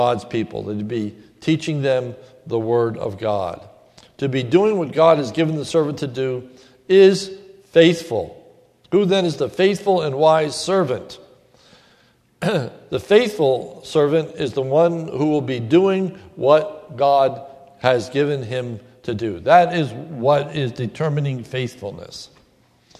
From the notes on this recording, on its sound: This is a sermon recorded at the Lebanon Bible Fellowship Church in Lebanon, PA on 7/03/2016